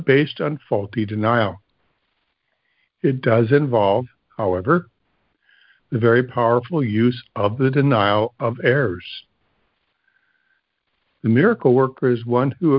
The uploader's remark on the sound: ACIM Daily Conference Call.